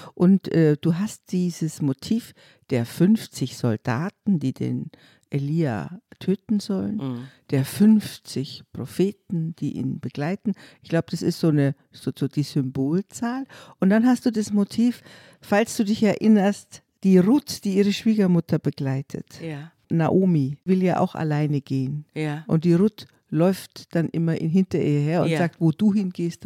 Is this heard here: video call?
no